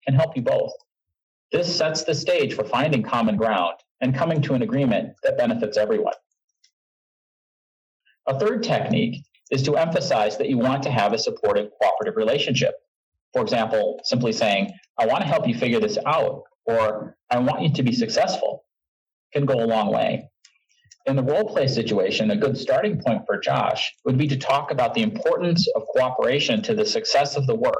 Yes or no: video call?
yes